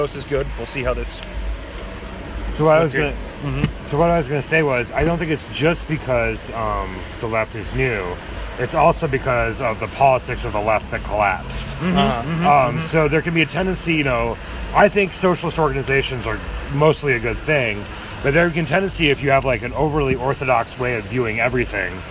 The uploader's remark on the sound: This show was recorded while getting a delicious brunch at Milque Toast Bar in St. Louis, MO.